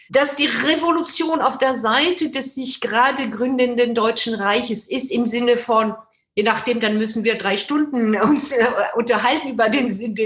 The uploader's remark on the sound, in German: Das per Videokonferenz geführte Gespräch. Im Rahmen einer Veranstaltung der Katholischen Akademie Freiburg statt. Wir präsentieren hier eine leicht gekürzte Hör-Fassung.